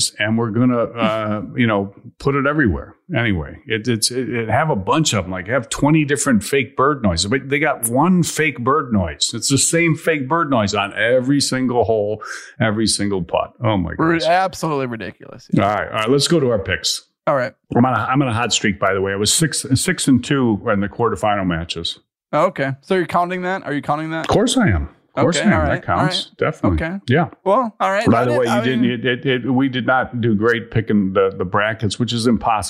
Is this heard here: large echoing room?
no